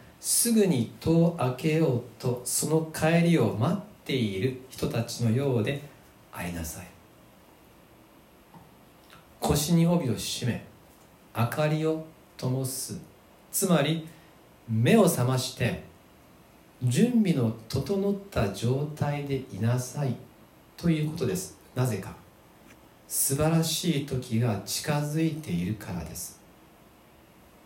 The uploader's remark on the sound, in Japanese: 吉備教会礼拝メッセージ録音。